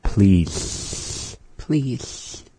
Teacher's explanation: you'll kind of want to hold the L into the rest of the word.